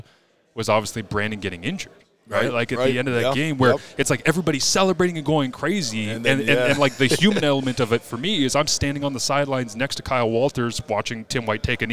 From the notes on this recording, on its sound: Grey Cup Media Day.